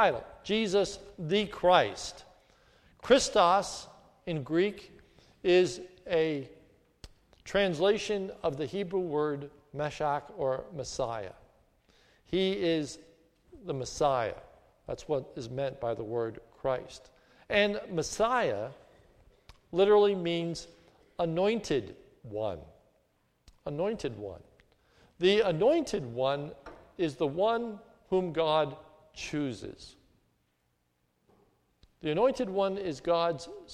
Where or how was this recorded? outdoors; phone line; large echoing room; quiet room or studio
large echoing room